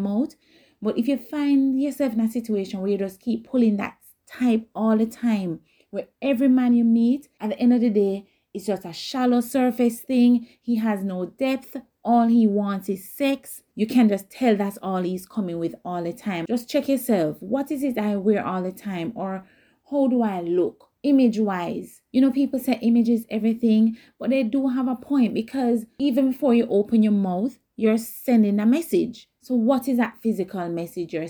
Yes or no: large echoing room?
no